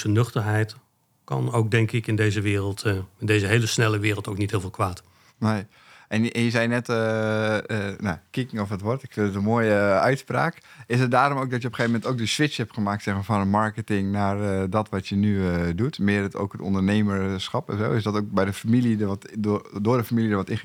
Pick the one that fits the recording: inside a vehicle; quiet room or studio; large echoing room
quiet room or studio